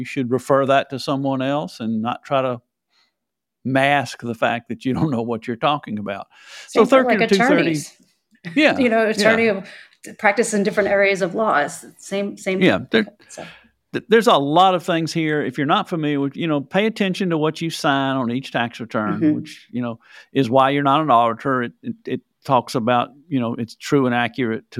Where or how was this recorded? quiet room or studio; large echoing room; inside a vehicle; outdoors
quiet room or studio